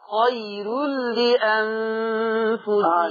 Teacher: شرط أن يمد اللين هو اللين المهموز الذي يتبعه همز، وها هنا لم يتبع ياء اللينة همز بل تبعها راء